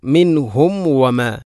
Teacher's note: സുക്കൂണുള്ള മീമിന് ശേഷം വ വന്നാൽ രണ്ട് ചുണ്ടുകൾ തമ്മിൽ തട്ടി കൂട്ടണം, അഥവാ രണ്ട് ചുണ്ടുകൾ തമ്മിൽ കൂടിയാലാണ് മീമ് പൂർണ്ണമാവുകയുള്ളൂ.